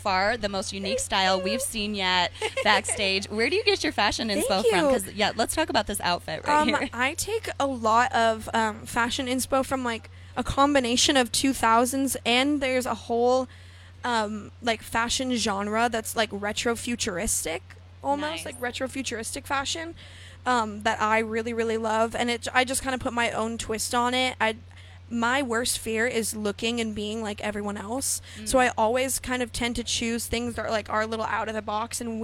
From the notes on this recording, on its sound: The MIX is live backstage at Lollapalooza 2022!